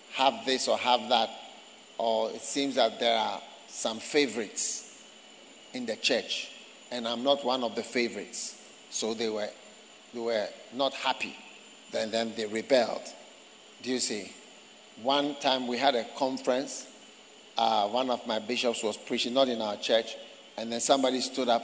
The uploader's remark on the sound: Preached at the Prophetic Encounter Service, First Love Church, Accra.